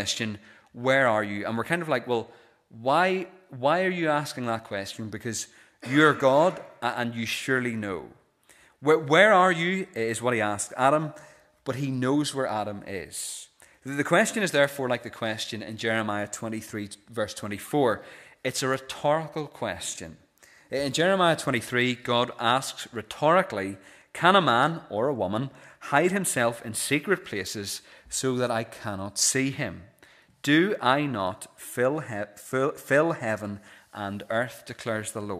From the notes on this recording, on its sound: This is the recording of the Bible reading and sermon from our pre-communion service held on Wednesday 3rd January 2024.